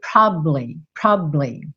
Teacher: Muitas vezes a segunda sílaba dela some.